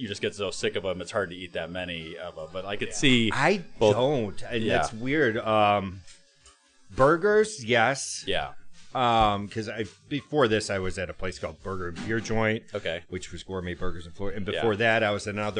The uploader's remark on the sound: record live at Chicago’s favorite hot dog joint Flub A Dub Chub’s